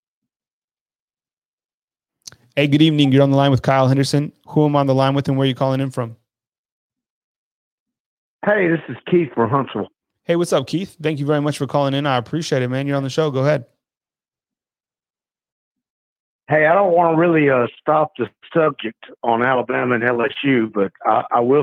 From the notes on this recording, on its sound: BamaInsider Call-In Show